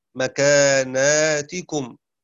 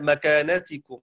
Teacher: قرأ شعبة بزيادة ألف بعد النون مكاناتكم، وقرأ حفص بحذفها مكانتكم